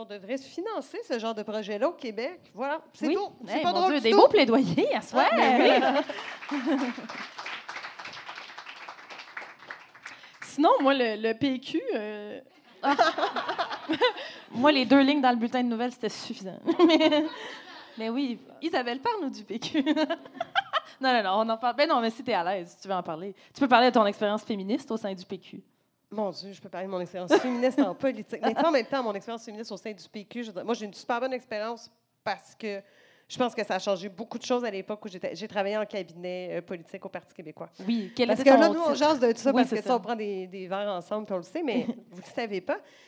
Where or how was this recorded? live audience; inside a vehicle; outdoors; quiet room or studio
live audience